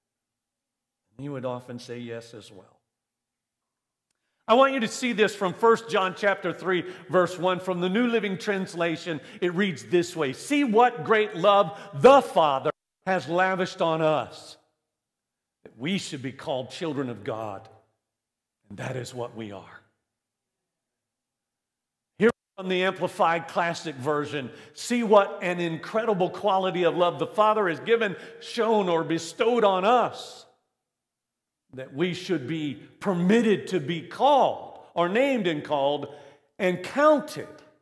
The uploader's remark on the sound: This message was recorded live from Central Assembly of God, Bethlehem Pennsylvania.